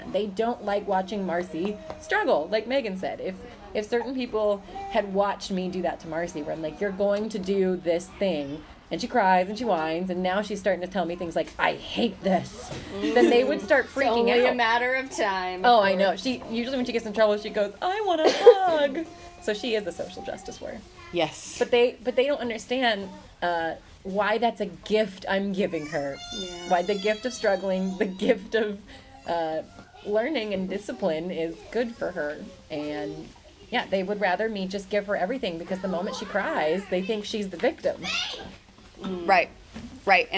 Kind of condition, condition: fault, sounds in the background